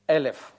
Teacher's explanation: Вот эта вот твердая атака звука или смыкание связок, это и есть как раз тот самый звук, который обозначается буквой алеф